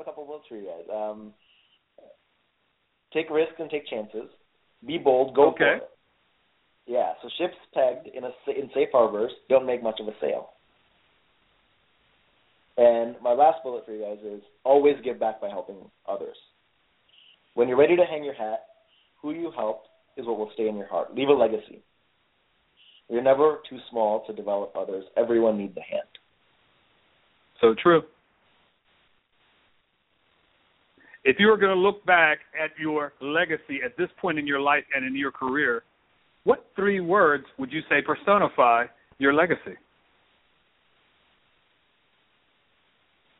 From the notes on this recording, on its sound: Open Microphone – National Call-In of BDPA Members (3-minute interviews)